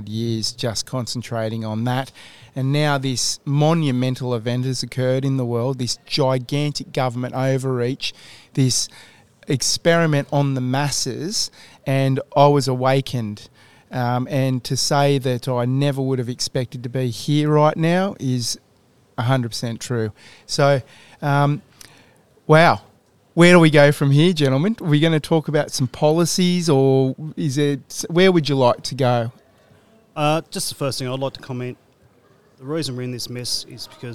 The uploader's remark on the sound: On Thursday 5 May 2022 we live cast from the Moore & Moore cafe in Fremantle Western Australia